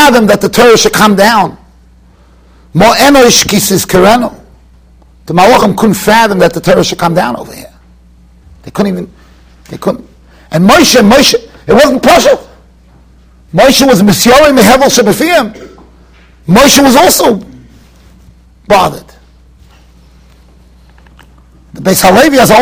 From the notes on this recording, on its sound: Shiur recorded in Yeshivas Ohr Reuven, Monsey, NY.